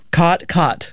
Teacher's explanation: Yes, there you have what's called the caught merger, or in linguistic circles, the low back vowel merger, which is sort of the biggest marker of Western speech